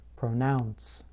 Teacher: in the word pronounce, I place stress on the second part of the word, pronounce.